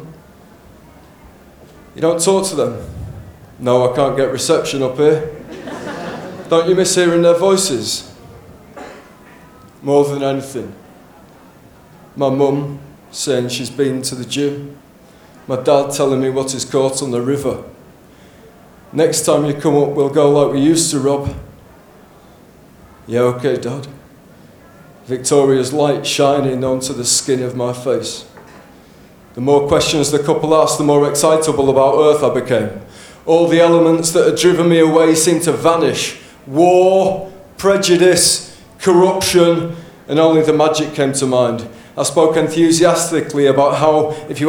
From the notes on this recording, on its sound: This episode was recorded live from Max Watt's at the Melbourne International Comedy Festival show.